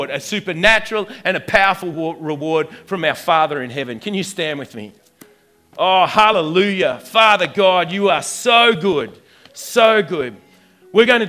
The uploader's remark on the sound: At the 11am gathering at River Edge.